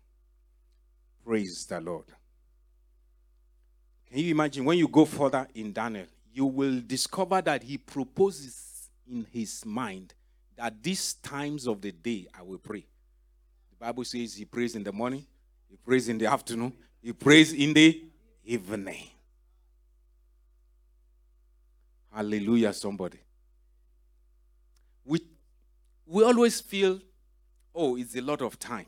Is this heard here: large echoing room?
yes